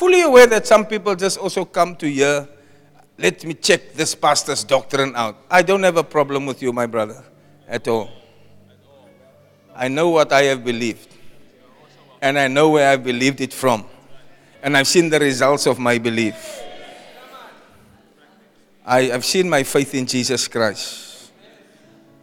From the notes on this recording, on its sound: Preached at Zion Sanctuary, Cape Town on the 3 March 2024